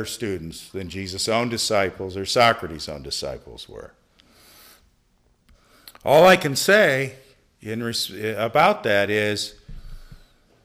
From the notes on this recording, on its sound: delivered this lecture on November 16, 2017 at the University of Chicago